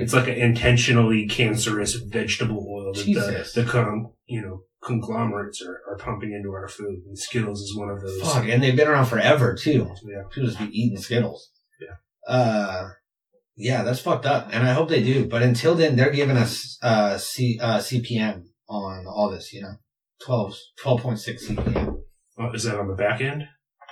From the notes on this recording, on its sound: We lost our audio this week and had to pull the audio from the camera.